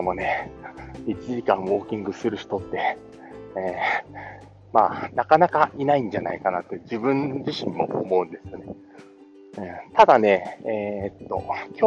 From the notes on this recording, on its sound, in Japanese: お散歩しながら音声配信